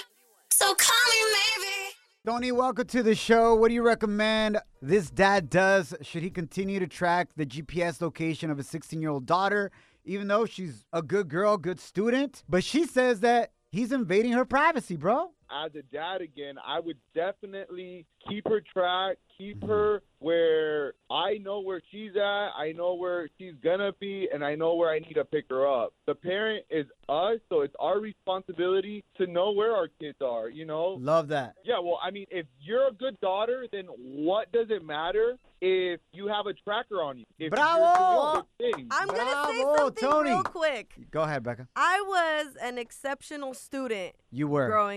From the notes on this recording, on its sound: A listener called